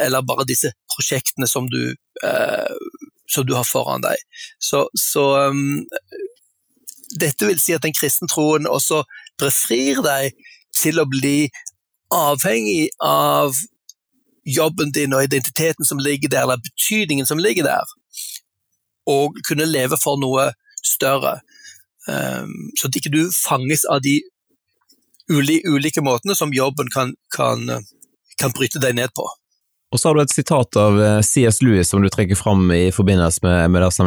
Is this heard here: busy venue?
no